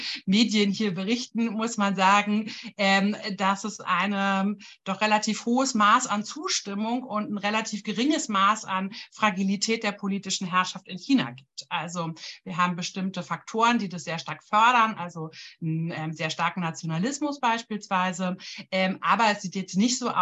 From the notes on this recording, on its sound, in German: Ein Mitschnitt der Online-Diskussionsreihe der Assoziation für kritische Gesellschaftsforschung (AkG)